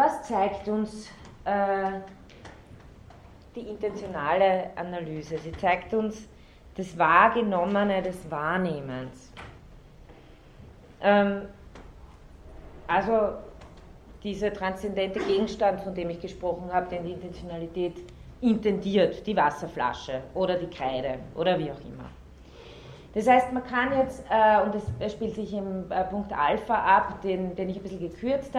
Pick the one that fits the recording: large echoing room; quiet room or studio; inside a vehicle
large echoing room